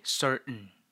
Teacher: All right, you can pronounce it as certain or certain. Some Americans say certain. They skip the T.